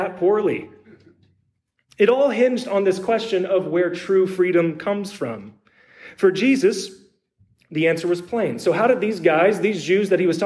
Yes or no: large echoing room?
yes